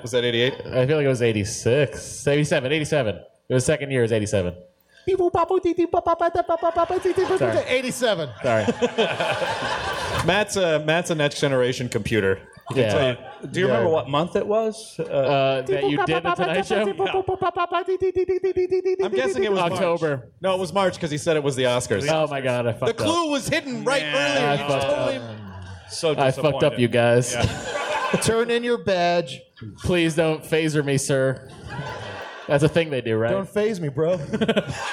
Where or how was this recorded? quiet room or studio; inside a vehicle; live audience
live audience